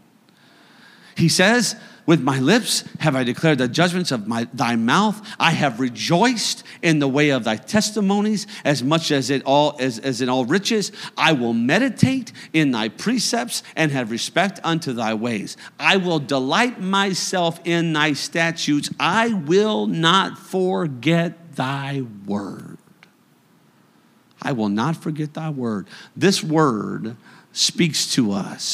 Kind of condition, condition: setting, large echoing room